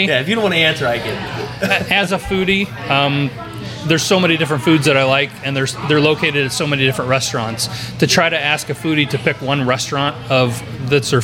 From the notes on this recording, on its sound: Pop-Up Podcast. We shot this live, on location at Cafe 66!